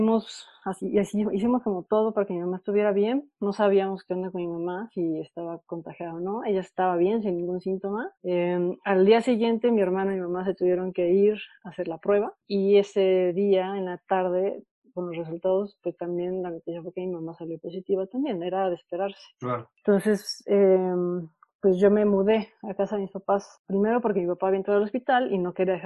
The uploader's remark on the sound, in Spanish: Durante el confinamiento del 2020. Una entrevista vía zoom.